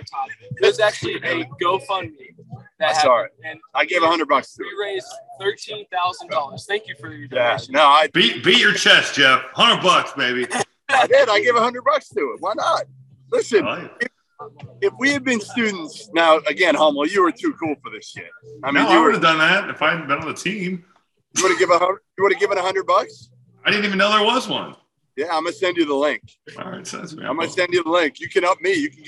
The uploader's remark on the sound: Camps Out With Angry Texas Tech Fans. Is LIVE from Lubbock, Texas ahead of one of the biggest games of the season!